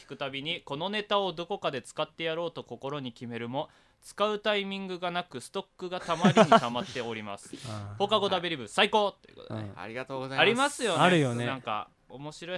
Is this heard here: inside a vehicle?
no